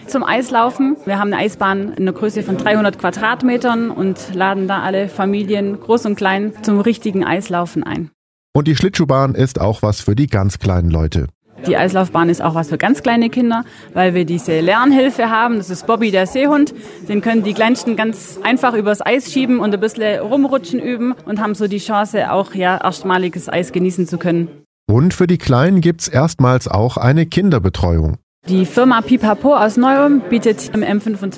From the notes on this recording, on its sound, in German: Wird der Ulmer Weihnachtsmarkt 2023. Zudem wird direkt neben dem Märchenwald auch dieses Jahr Donau3FM wieder einen Stand haben, in dem das Weihnachtsradio produziert wird. Live auf Sendung und nehmen den "Ulmer Weihnachtsmarkt-Podcast" vor den Augen der Besucher auf.